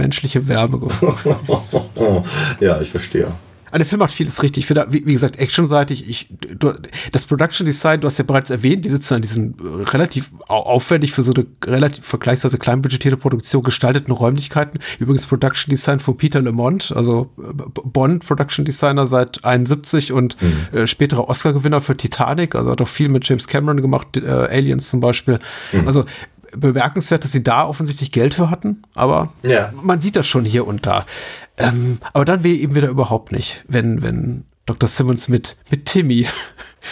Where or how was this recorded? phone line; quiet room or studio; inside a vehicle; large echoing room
quiet room or studio